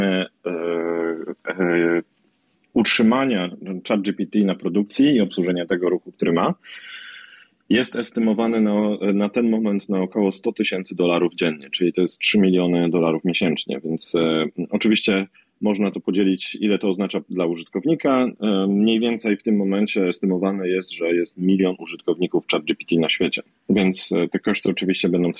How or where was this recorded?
video call